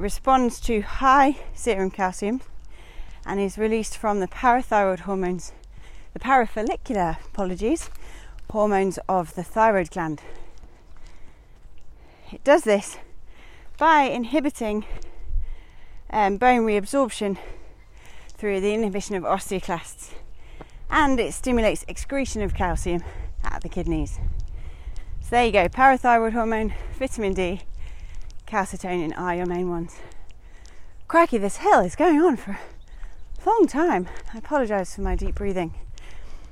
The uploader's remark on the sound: Recorded whilst out on a walk. Hope you enjoy the birds!